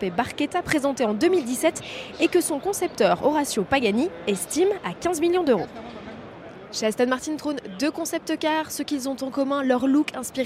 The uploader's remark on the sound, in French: en direct du Salon de Genève